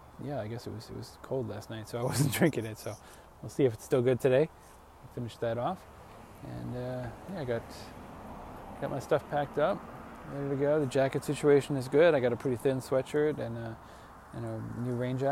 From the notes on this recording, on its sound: I rode south along the Pacific Coast from Lincoln City, OR to Crescent City, CA plus a few bonus days in the Redwoods. I put together some audio and photos from along the way.